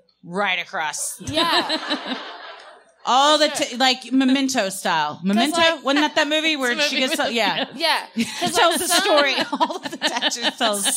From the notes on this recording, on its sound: Recorded Live at The Improv, Addison.